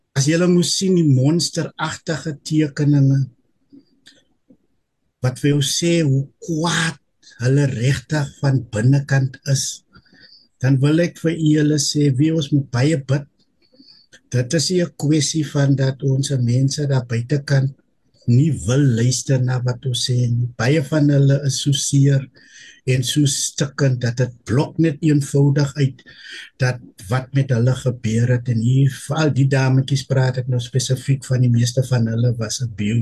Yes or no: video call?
yes